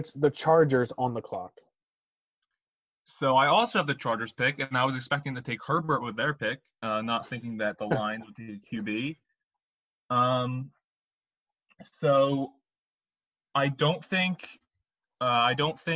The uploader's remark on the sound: This was recorded using Zoom, hence why audio quality is not great and occasionally cuts in and out.